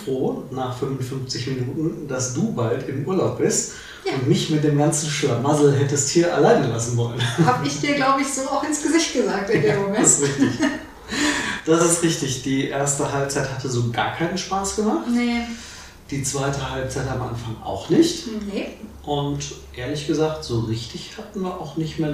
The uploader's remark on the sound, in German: Allen Tonproblemen zum Trotz